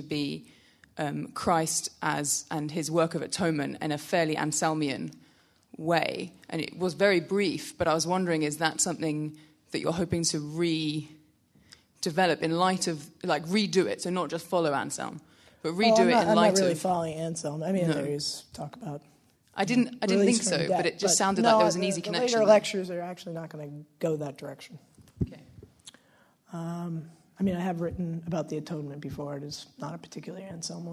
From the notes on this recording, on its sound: Delivers the Gifford Lecture entitled "Chained to the Past". Recorded 3 May 2016 at the University of Edinburgh's George Square Lecture Theatre.